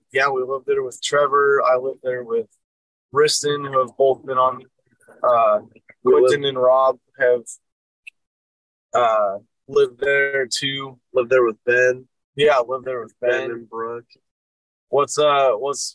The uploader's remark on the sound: The boys take you behind the wheel for episode 147 as they take a driving tour around Boise, Idaho.